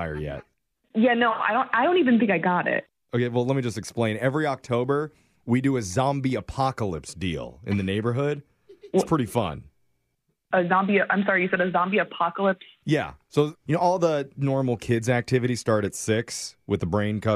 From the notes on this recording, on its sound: Phone Tap